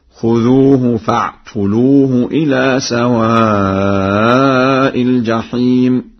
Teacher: قرأ ورش بضم التاء